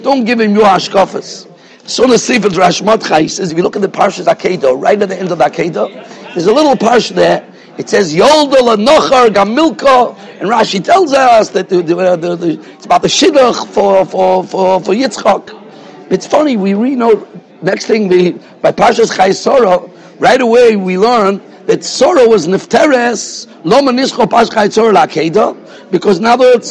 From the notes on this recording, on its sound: Shiur recorded in Yeshivas Ohr Reuven, Monsey, NY.